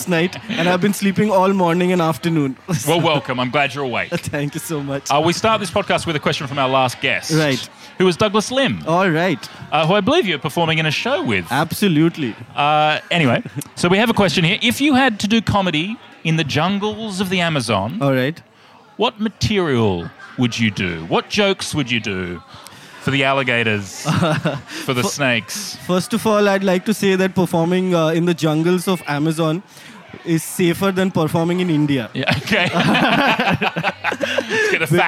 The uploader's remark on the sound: We’re taking you backstage at Comedy Republic. We're recording heaps of bite-sized episodes live in the green room with the who's who of comedy. Recorded at Comedy Republic.